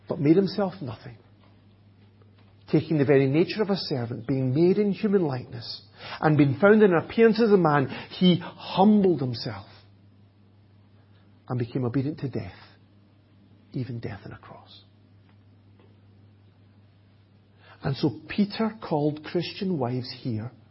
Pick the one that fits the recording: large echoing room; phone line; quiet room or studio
large echoing room